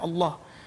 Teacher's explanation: kita ada lafaz lam yang kita baca dengan tebal. Contohnya kalimah lafzul jalalah Allah.